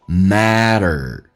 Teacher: T 发 D 这个发音，美式发音要浊化，轻度卷舌